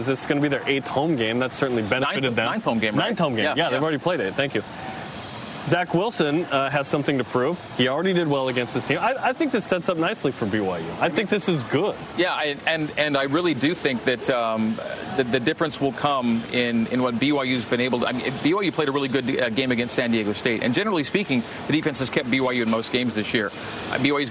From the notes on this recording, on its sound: Live from Aloha Stadium. It is Bowl Game day.